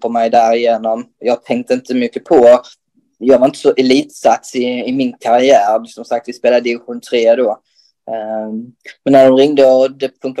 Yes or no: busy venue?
no